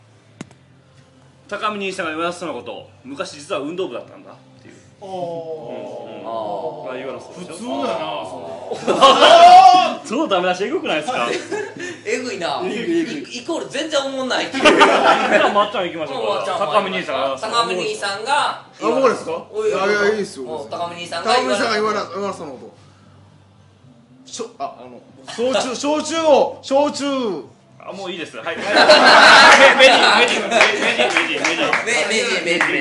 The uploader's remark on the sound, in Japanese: いつものスタジオからカラオケボックスへと場所を変更してお送りします。4月30日に行われたチャリティーイベントの打ち上げ時に録音しました。